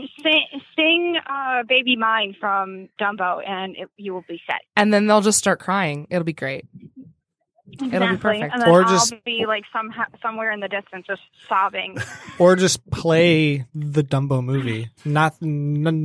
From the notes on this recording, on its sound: A voice from the past calls